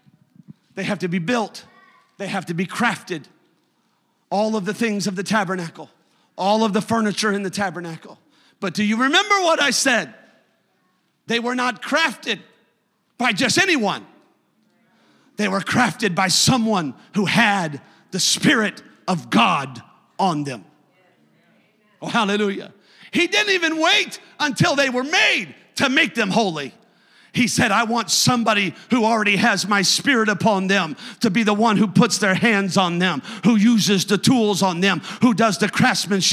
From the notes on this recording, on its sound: You are listening to a service recording from Connect Point UPC!